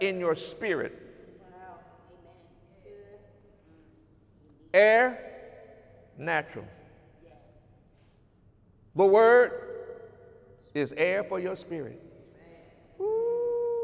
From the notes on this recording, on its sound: During Sunday morning service on July 21, 2019